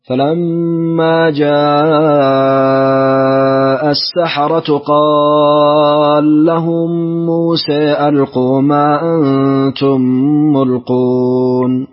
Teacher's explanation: بإدغام قال له والتقليل في موسى